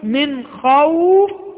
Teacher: فمثلا إذا قلت الذي آمنهم من جوع، الذي أطعمهم من جوع وآمنهم من خوف، من خوف، وسكت هكذا، لو سكت وقلت من خوف، الواو غير ظاهرة، الواو غير ظاهرة، خوف خوف. لكن لو أعطيت هذه الواو حركتين وقلت من خوف، أظهرت الواو وأظهرت أيضا الحرف الذي جاء بعد الواو وهو الفاء. زودت أربعة فأنت أوضحت الحرف أكثر، جعلتها ستة فأنت أوضحت أكثر. · Term: اللين العارض للسكون